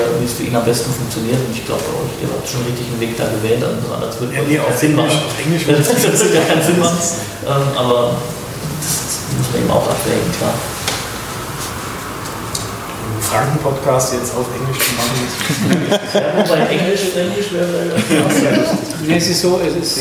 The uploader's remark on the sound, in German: Mitschnitt Vortrag